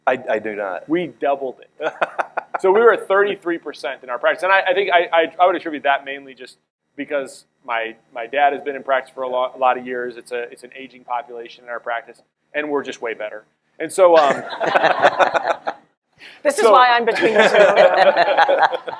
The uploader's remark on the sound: This episode was shared from a live panel conversation from The Vision Source Exchange this year.